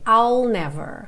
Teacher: I'll. Eu começo o som do I, mas eu não termino, não faço esse I. Eu pego do I'll e já boto o L ali. I'll never, ok?